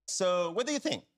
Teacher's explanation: Well, in this case, he's using intonation correctly. He said the what do you think? The intonation went down.